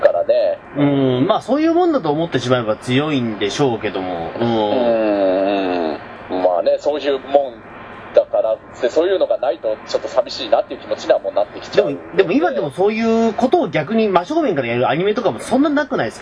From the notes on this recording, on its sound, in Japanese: 今回録画失敗で音質が若干悪いです